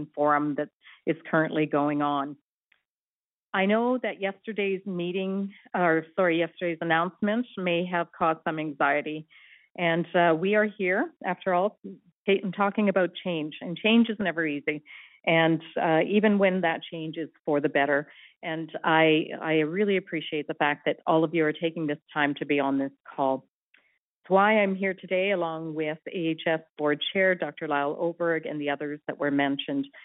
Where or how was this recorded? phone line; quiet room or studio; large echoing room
phone line